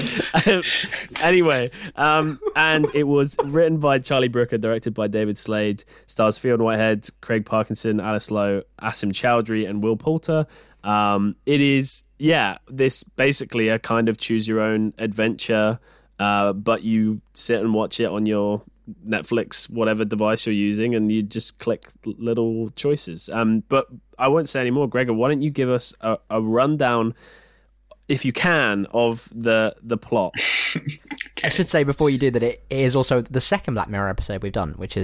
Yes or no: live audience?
no